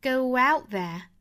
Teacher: 这个 go 和 out 之间有一个连读加一个小小的 w. Go out there.这个 out 尾部的 t 就不能发出来了。不能说是 go out there.应该是 go out there.